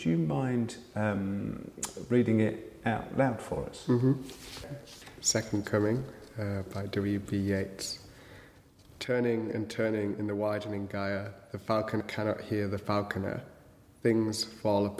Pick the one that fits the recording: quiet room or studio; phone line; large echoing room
large echoing room